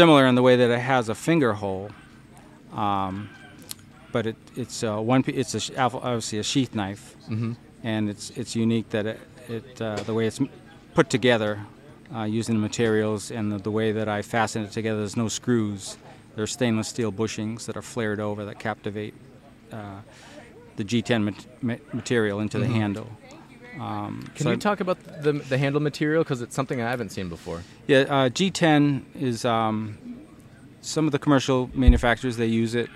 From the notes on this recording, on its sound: podcast proudly recorded at HUNTSTOCK 2023